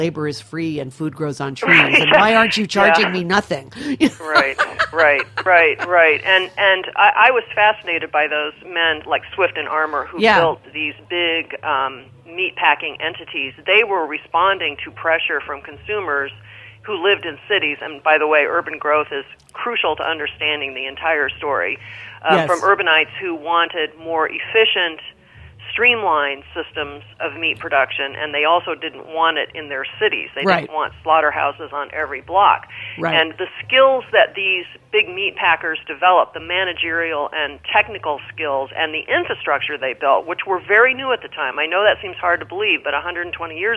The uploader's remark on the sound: joined via the phone lines